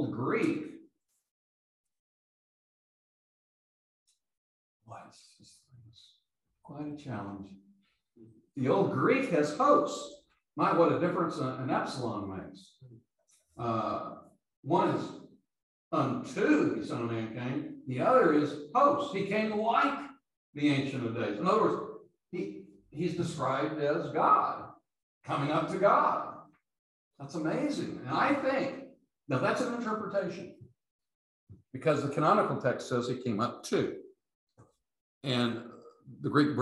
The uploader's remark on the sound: These podcasts are the recordings of the lectures.